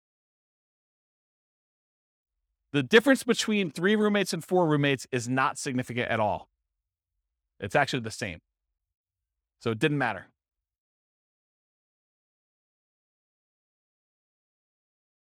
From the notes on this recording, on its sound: This was a live class recorded